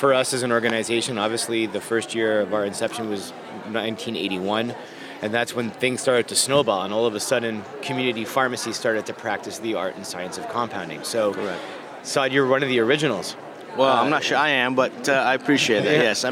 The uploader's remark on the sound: Live from International Seminar 2018. Recorded live at the 2018 International Seminar in Houston, Texas.